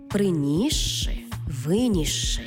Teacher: де с і ши читаємо як подовжений звук ши.